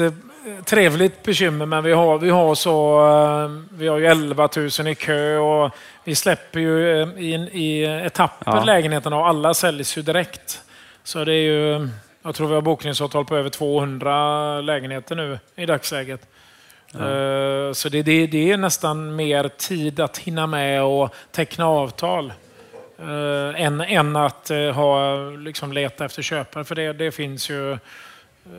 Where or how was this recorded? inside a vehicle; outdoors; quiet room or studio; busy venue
busy venue